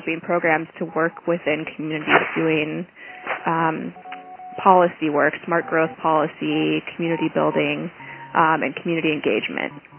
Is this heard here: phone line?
yes